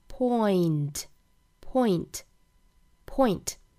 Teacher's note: 因为这个 oi 这个双元音后面呢有一个前鼻音嗯的这个发音